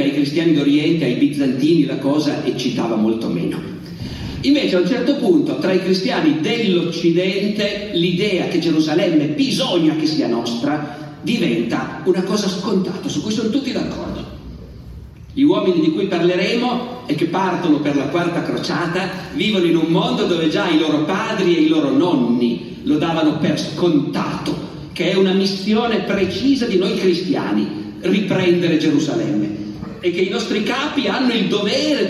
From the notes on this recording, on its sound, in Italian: (Sarzana, 2023). Evento registrato in loco.